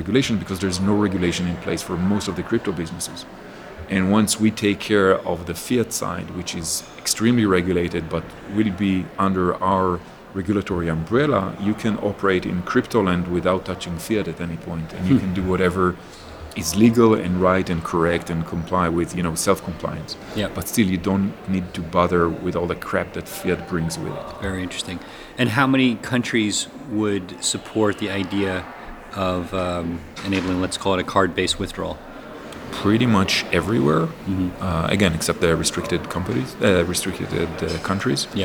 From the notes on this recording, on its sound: This podcast was recorded in San Francisco during the recent Bitcoin 2019 conference.